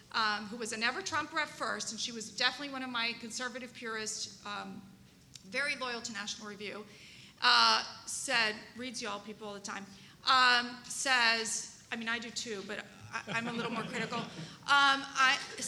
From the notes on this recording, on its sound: this week we present a recording of CRC's panel at CPAC